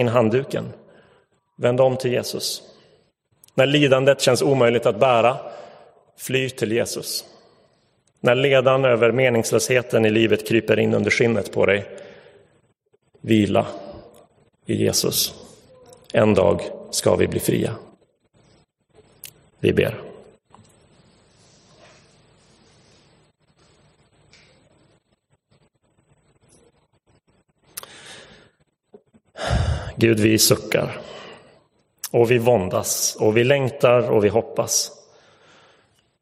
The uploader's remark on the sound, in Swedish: Inspelad i Roseniuskyrkan.